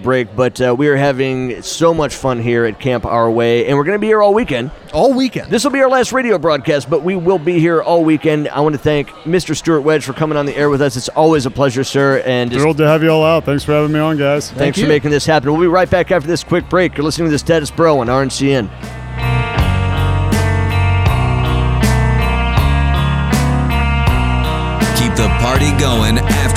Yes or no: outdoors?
yes